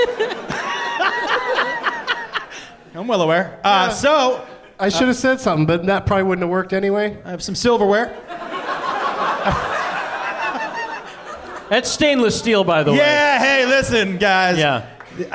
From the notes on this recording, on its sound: Live from Helium Comedy Club in St.